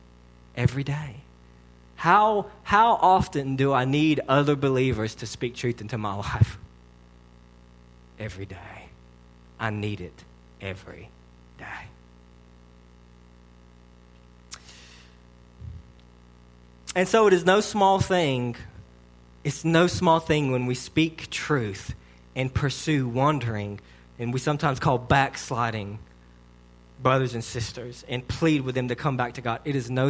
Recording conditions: large echoing room